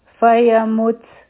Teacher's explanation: میم او تا به یوځی شي او په تا باندې به همس کوو